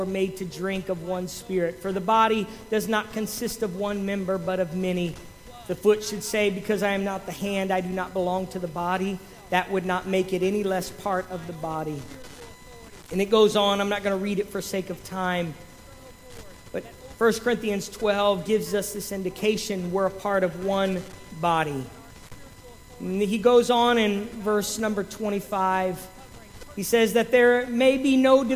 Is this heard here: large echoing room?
yes